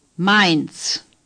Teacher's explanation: The Z is pronounced like TS.